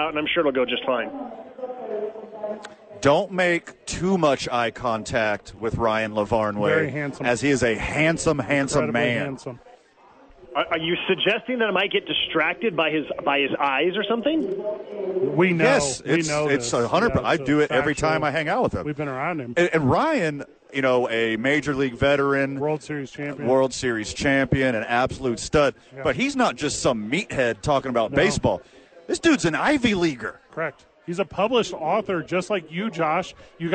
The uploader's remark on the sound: live from ABQ AXE